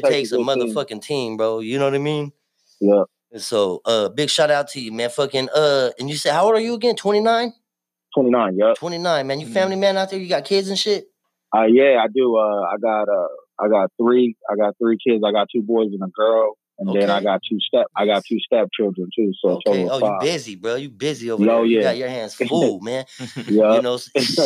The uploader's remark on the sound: TAPS IN ON THE PHONE. FROM ARIZONA.